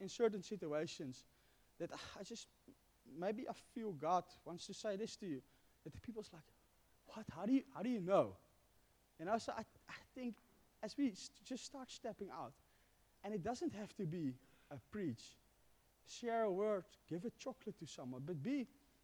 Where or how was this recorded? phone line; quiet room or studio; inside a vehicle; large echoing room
large echoing room